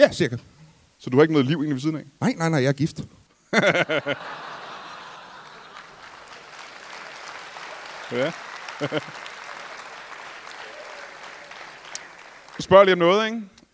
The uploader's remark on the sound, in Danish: LIVE fra Musikhuset i Esbjerg